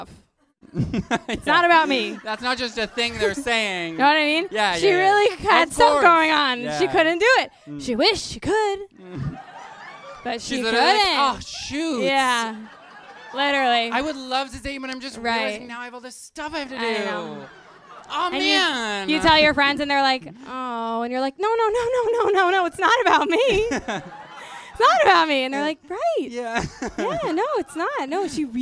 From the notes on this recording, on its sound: Here is our new episode, a recording from our live show last week.